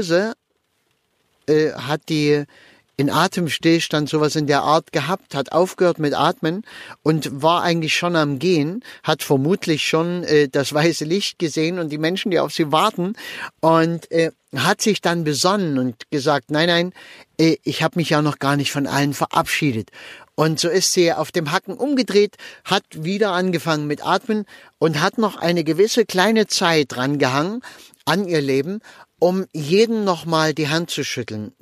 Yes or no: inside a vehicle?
yes